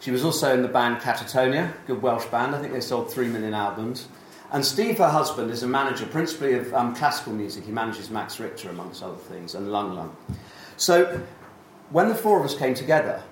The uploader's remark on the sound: This is a Mavericks Podcast Special Edition from the July 2017 DO Lectures in West Wales. A number of DO attendees as well as featuring some bits of my own talk at the event.